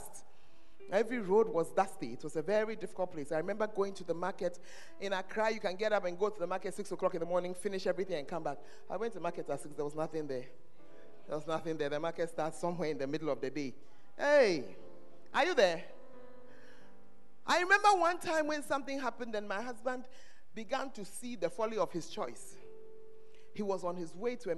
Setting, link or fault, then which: setting, large echoing room